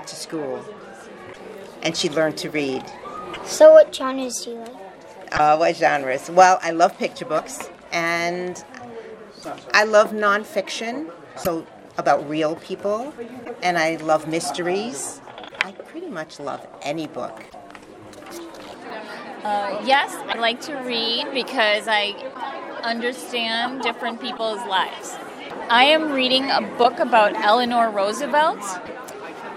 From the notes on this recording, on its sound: Interviews during the "Nuit de la Lecture" at the Lycée Francais de Chicago on January 24th, 2020